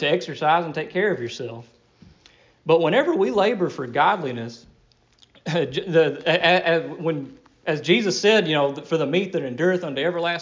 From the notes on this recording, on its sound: Delivered at Rocky Springs Primitive Baptist Church